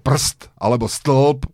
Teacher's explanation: slovo ako prst alebo stĺp, kde nie je žiadna samohláska a my ho vieme normálne vysloviť a mu vieme normálne porozumieť. · Term: slabičné L a R